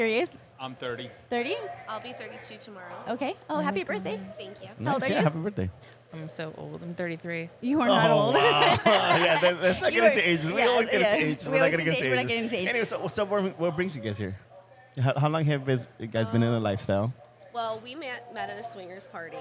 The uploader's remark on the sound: In this episode we record live at the LS Playground’s and Swinghearts HALLO-SWING event on Oct. As we record, an actual swingers' orgy unfolds right before our eyes.